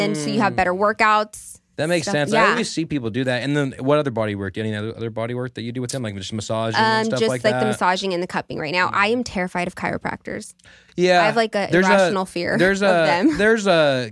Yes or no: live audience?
no